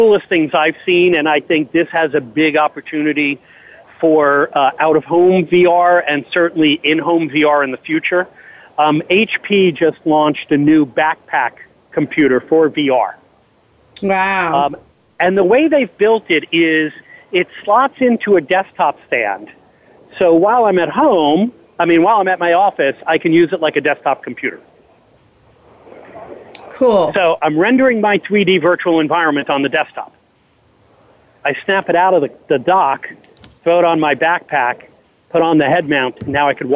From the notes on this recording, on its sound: Live From SIGGRAPH. Live on the show floor of Siggraph, the world’s largest annual conference and exhibition in computer graphics and interactive techniques.